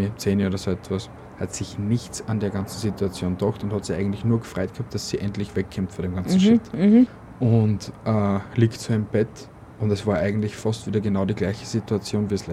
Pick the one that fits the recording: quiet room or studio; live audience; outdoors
outdoors